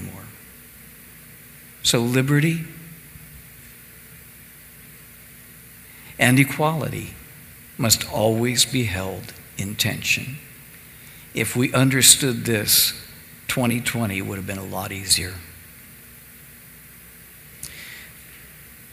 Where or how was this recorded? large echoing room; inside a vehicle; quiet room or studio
large echoing room